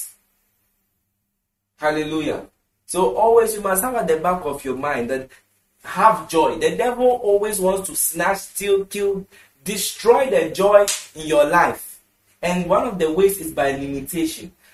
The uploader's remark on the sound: International Strategic Management & Leadership Conference. Conference for Love Arena Denomination held at the Love Arena Church, Ghana.